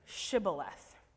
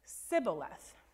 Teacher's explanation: the Ephraimites had an accent and they couldn't do the sh sound · Shown in: second take · So they pronounced it Sibboleth. · Term: the Ephraimite accent